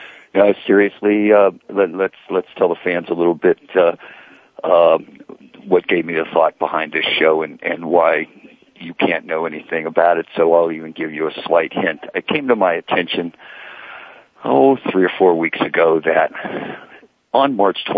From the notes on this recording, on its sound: Soap Central Live is, as the name implies, broadcast live every week. Opens the phone lines to fans.